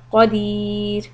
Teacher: The ra will be soft because there's a kasra before the ra sukun, so make it soft.